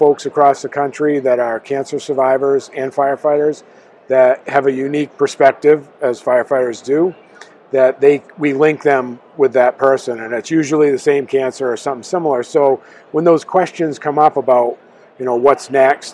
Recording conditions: busy venue